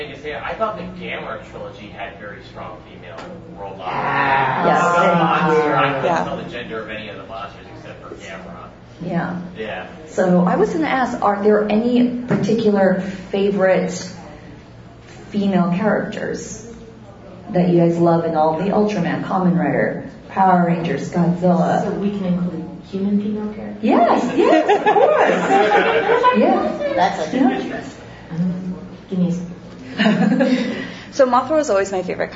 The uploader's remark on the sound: Live from G-fest 2019.